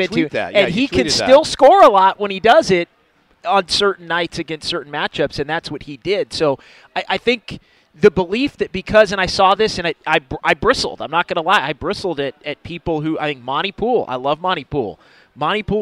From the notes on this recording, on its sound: live at Freidmans